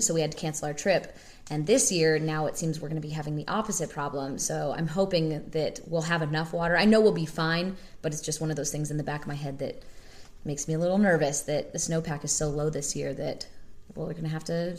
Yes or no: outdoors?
no